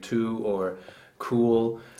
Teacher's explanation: You think you're getting an oo vowel, but you're not really. It's not quite pure enough. But you can hear it even when you say two in English. · Term: little diphthong